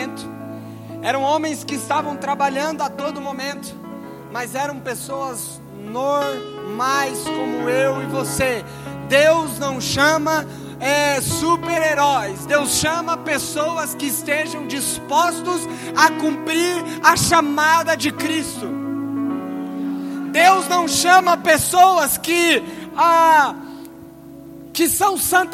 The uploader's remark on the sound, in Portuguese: Palavra gravada no Conferência Apostólica da OBPC Pinheirinho